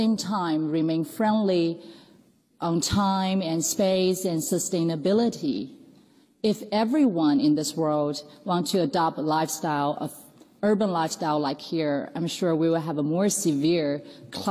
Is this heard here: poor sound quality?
no